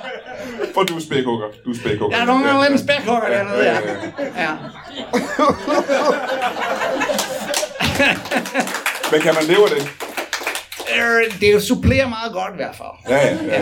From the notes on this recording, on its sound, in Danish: LIVE fra Roskilde.